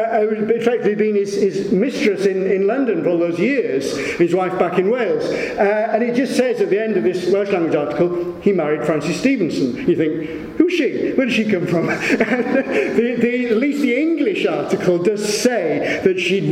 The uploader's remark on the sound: It was recorded at a Cymmrodorion event in April 2015.